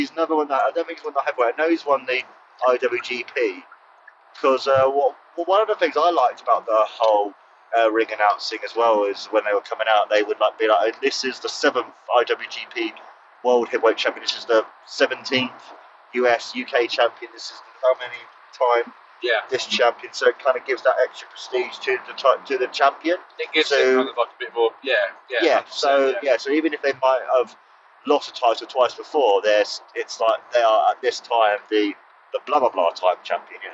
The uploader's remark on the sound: on our drive home as we review the show that we saw live